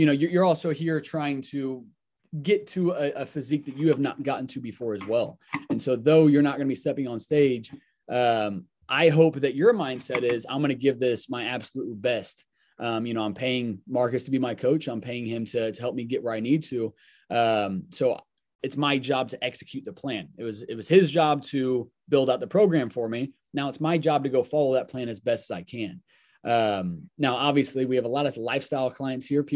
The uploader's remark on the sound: Today's episode is a pre-recorded zoom call with the Thriving Lives Community. Every week I host a zoom call.